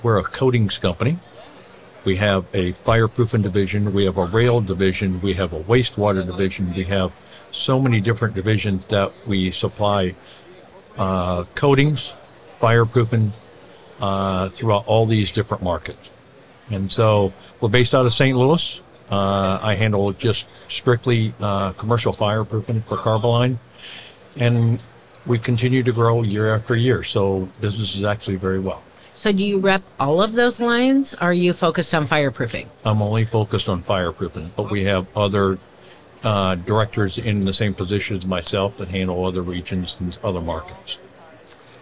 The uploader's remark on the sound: a conversation from our live podcasting event at the 2023 AIA Conference on Architecture in San Francisco, California